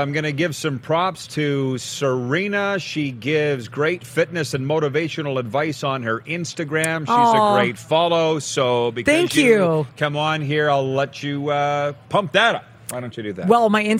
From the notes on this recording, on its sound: LIVE from the Boca Raton Bowl in Florida!